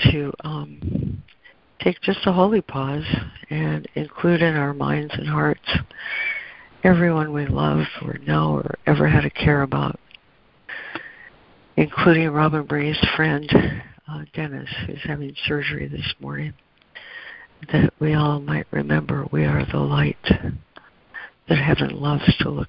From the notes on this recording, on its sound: ACIM Daily Conference Call